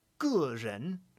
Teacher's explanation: But as soon as it's actually a morpheme in a 2-character word, for example, gūrén, gūrén, then in that case, you're going to have G. The full diphthong 4th tone E.